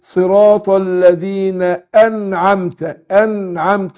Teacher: واظهر النون واسكن النون، ما حركهاش